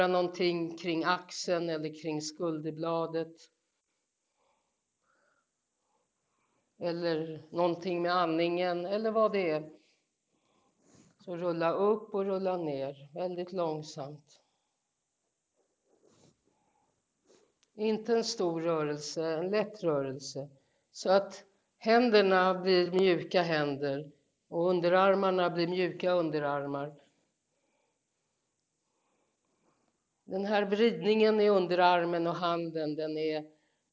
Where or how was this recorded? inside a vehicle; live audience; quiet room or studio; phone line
live audience